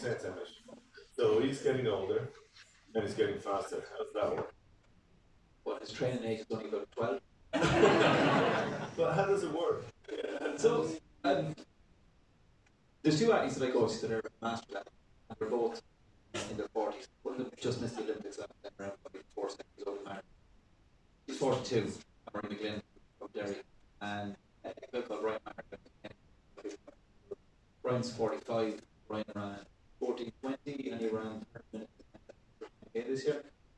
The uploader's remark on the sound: Live at the Whale Theatre, Greystones, Ireland. Recorded in the wonderful Whale Theatre.